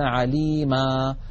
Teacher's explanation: فإنهم يحذفون التنوين ويقفون بألف معوضة عن تلك النون فيقولون عليما، بينما مثلا عليم يحذفون التنوين ويقفون بالسكون عليم.